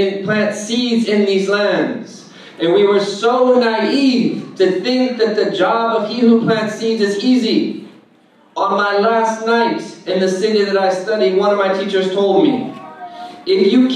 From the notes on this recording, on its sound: keynote address delivered at SeekersGuidance's New Home benefit luncheon